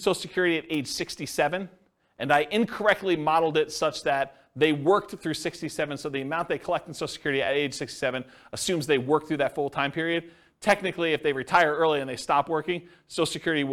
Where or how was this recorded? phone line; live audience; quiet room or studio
live audience